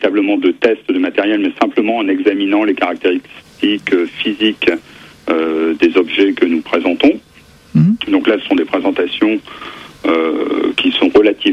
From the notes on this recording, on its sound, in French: par téléphone